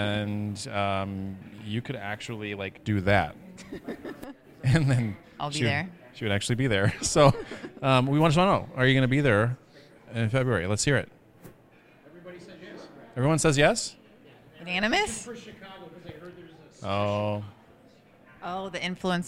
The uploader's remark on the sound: LIVE FROM NYC – Social Media Strategies Summit 2019. This week’s Influence Factory episode was recorded LIVE at the 2019 Social Media Strategies Summit in New York City.